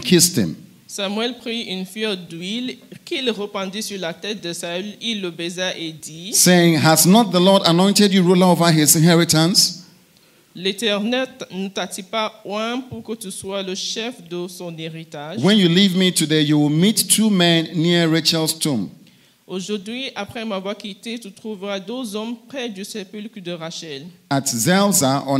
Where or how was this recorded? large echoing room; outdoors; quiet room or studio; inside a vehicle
large echoing room